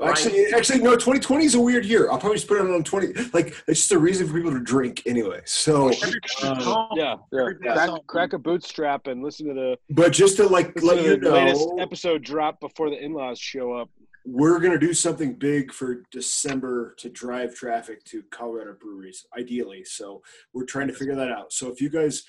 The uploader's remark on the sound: jumped on Zoom to talk with us